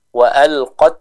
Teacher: Karena memang cukup sering terjadi kesalahan di huruf ta yang sukun ini ya, kesalahan atau kekurang tepatan ketika seorang membaca huruf ta yang sukun ini. Sebagian dari mereka membaca huruf ta ini dengan terlalu berlebihan sifat hamasnya. Contoh, wa alqat, nah, wa alqat ini kurang tepat.